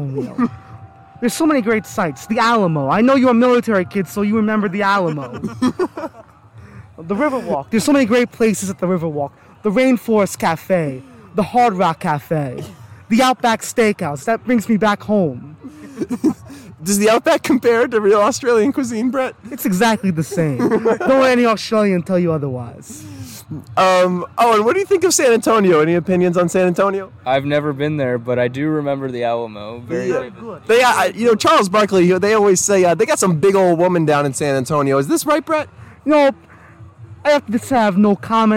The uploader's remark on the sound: Live From The Tailgate Lots!